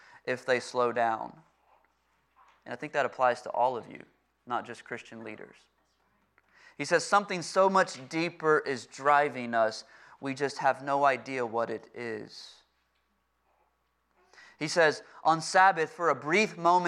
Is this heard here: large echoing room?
yes